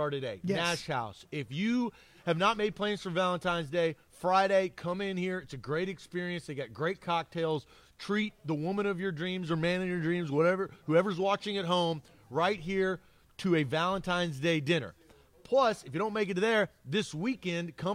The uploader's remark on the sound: LIVE from Nash House Southern Spoon & Saloon